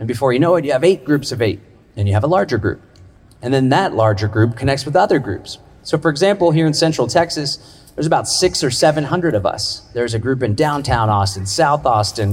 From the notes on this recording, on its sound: delivered a powerful speech, at Solarpunk Summit